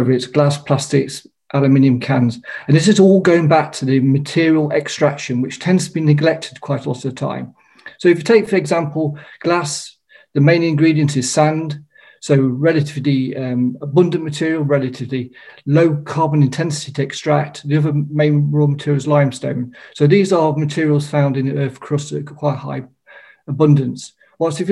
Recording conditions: video call